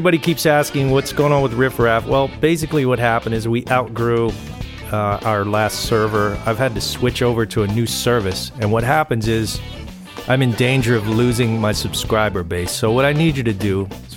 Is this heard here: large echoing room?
no